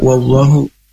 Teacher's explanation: diawali dengan huruf waw. Makhrajnya ini di dua bibir atau asyafatain dengan dibaca ringan